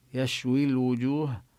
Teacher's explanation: الشين هي من حرف له صفة التفشي وهي من حروف الهمس. يشوي الوجوه، هنا إذا وصلنا بيشوي لا نمد الياء.